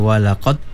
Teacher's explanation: Kalau kita baca sepatutnya walaqada tarok, ya, tapi kita baca dia idgham dal itu kita masukkan kepada ta